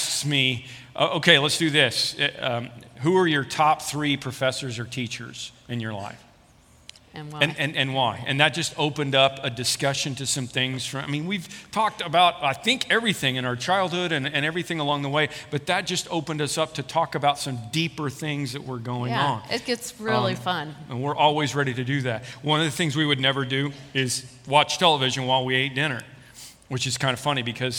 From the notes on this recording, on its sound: This podcast is a recording from a weekend service at Parkview Christian Church.